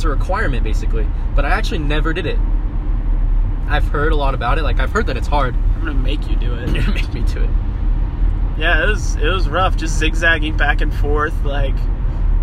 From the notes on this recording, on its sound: We literally did our first two podcasts in the car so excuse the horrible audio quality